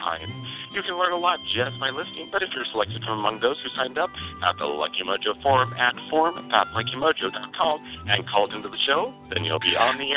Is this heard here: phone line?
yes